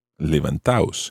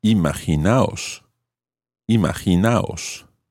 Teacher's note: you take out the D and levantados becomes levantaos